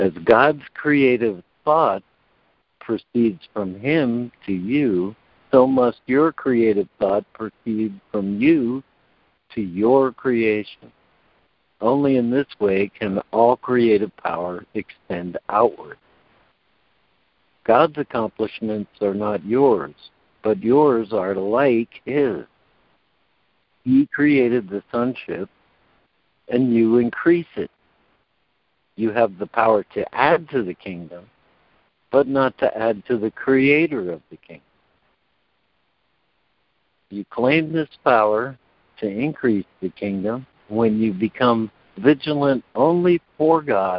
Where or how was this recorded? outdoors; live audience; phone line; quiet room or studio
phone line